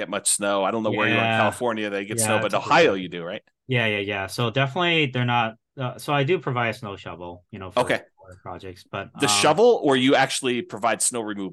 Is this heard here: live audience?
no